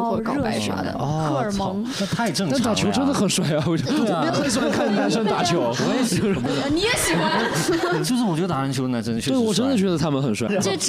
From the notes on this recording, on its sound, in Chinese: 本期是第一次带现场观众录制，不知哪位主播紧张得搓手手导致断断续续会有点底噪，努力后期调整后是现在的效果。录制现场直接陷入大混乱。